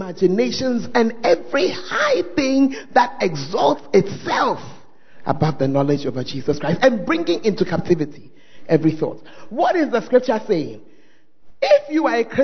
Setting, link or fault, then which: setting, large echoing room